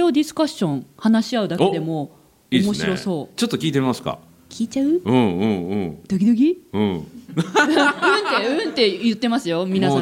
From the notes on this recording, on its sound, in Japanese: 大阪での公開収録にお集りいただいた方からの質問！